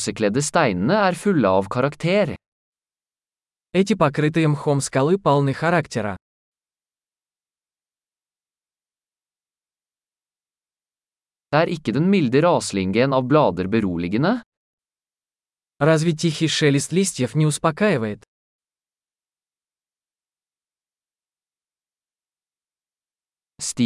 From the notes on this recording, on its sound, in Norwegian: Stien som slynger seg gjennom skogen er et eventyr. Er det ikke herlig å se disse ekornene løpe? Lyden av den ravende bekken er terapeutisk.